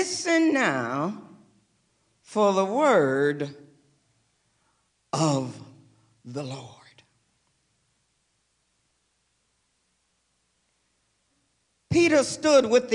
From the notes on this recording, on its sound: Recorded live for First United Methodist Church of Pacoima